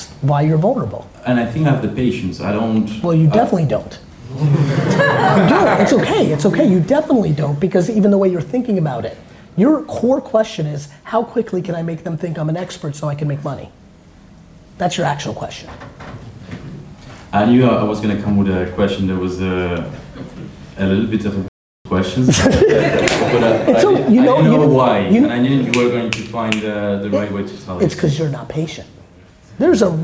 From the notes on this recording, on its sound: Today's episode is a segment of a recent VeeFriends meetup I did in Germany with some very awesome VeeFriends holders. During the Q&A portion.